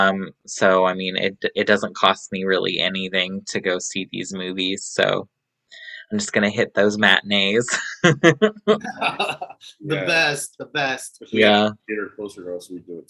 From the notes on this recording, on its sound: With the help of Zoom we chatting